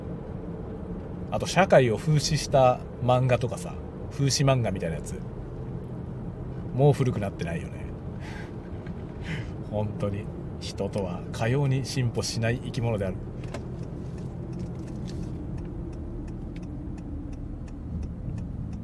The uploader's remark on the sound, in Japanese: ドライブの道中でいろんな思いを語る。使用マイク：ZOOM M3 MicTrak。Stand.fm。